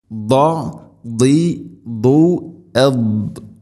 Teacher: അപ്പോൾ ദാദ് ഉച്ചരിക്കുമ്പോൾ നാവിൻ്റെ ഏതെങ്കിലും ഒരു സൈഡ് വലതുഭാഗമോ ഇടതുഭാഗമോ അണപ്പല്ലുകളോട് ചേർന്ന് അതേ സൈഡിലുള്ള മുഗൾ ഭാഗത്തുള്ള അണപ്പല്ലുകളോട് ഉൾഭാഗത്ത് ചേർന്ന് നീളത്തിൽ തട്ടിക്കൊണ്ടാണ് ഹെവി ലെറ്ററാണ് അഥവാ ഇസ്തിഇലാഇൻ്റെ സ്വരഭാരത്തിൽ ഉച്ചരിക്കേണ്ട അക്ഷരമാണ് ദാദ്.